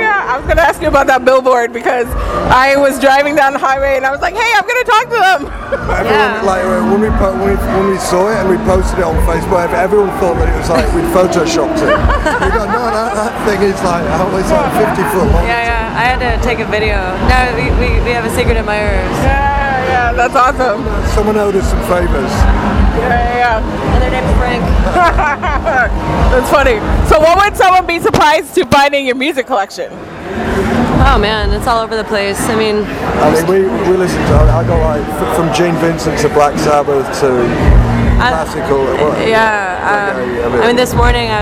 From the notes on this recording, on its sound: live from SXSW